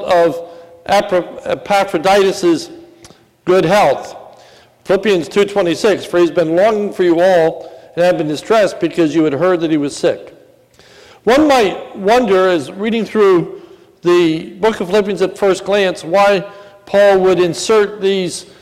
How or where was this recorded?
large echoing room